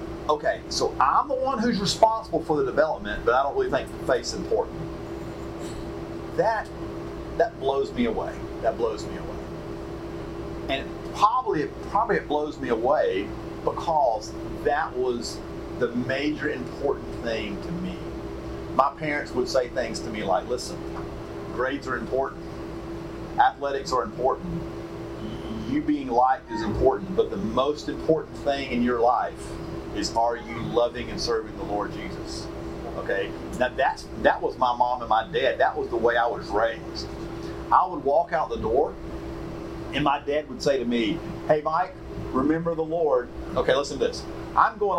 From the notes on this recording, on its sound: Statesboro Breakout Session 1. Georgia Baptist Mission Board. Note: Audio Quality Issues.